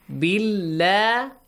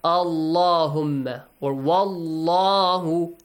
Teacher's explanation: The lam in the Allah is pronounced heavily. · Shown in: second take · Heavily with an like, ah sound.